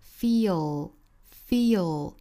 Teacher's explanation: feel 这个单词它的尾部是个舌侧音，所以说发完了 e 之后呢，要舌尖抵上齿龈过渡一下成 a